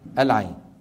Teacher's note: ينطق على ثلاثة أحرف أوسطها حرف لين، مو حرف مد مثل اللي قبلها، ويمد بمقدار أربعة أو ستة حركات من الشاطبية.